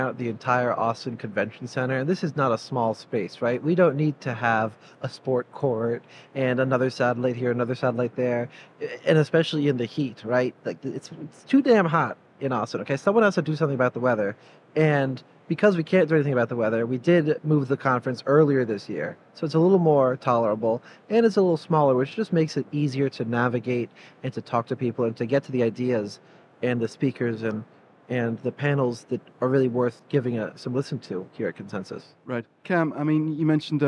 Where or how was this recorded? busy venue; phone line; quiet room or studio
busy venue